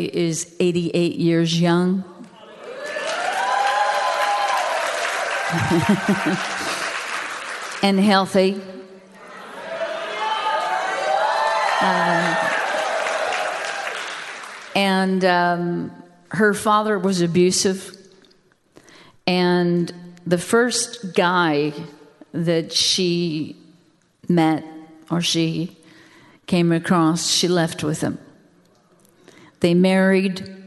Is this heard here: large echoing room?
yes